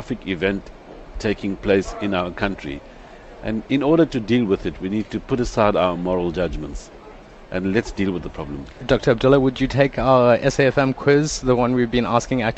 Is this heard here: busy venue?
yes